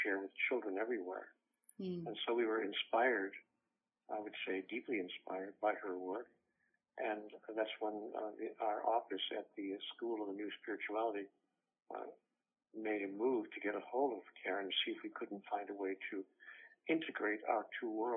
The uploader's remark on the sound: by phone